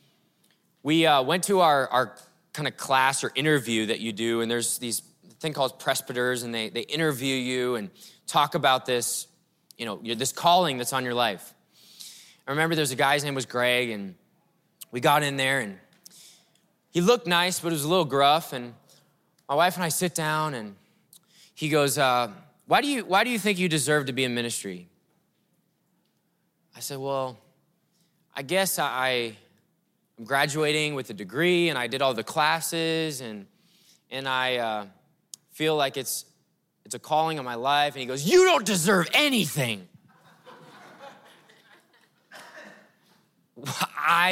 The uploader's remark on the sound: breakout session a few months ago at River Valley Conference 2023